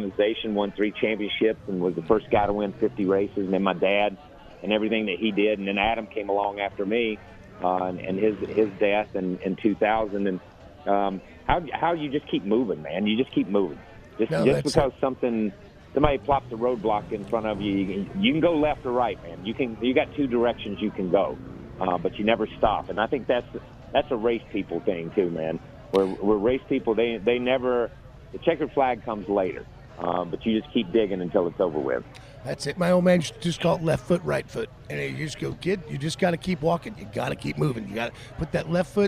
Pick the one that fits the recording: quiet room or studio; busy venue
busy venue